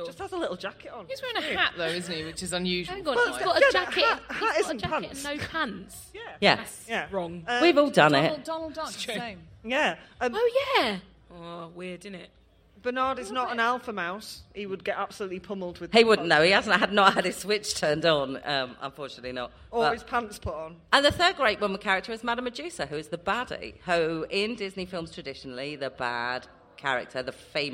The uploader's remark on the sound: Parts of the podzine were recorded live at Latitude.